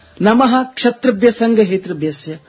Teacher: Now, this indication is only to tell us that you are supposed to again pause a bit. Any visarga followed by ksha, we are supposed to have a small pause.